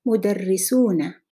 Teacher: the suffix is a long vowel u and a noon, and in fact, there is a fatha after that noon